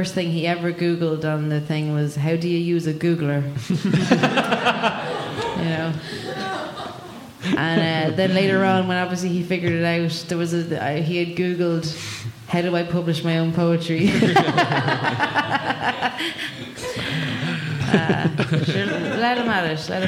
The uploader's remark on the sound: Live Podcast. In part 2 of the live HeadStuff Podcast.